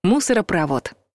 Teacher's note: Только ударению здесь место на последнем слоге. · Term: ударение